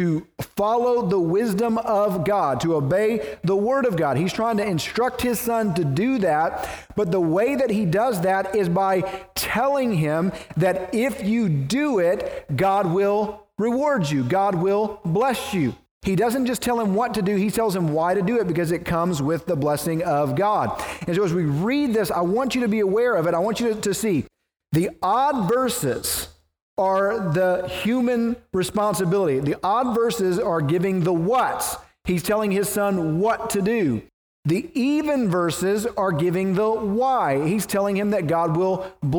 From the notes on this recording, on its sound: preached at the First Baptist Church of Naples